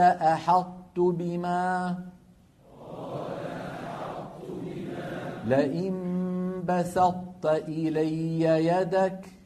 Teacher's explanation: فكانت العرب تدغم الطاء الساكنة في التاء مع إبقاء صفة الإطباق منها، ويكون ذلك بأن يطبق المتكلم لسانه على طاء غير مقلقلة ثم يجافيه عن تاء متحركة، وذلك في قوله. · Term: إدغام ناقص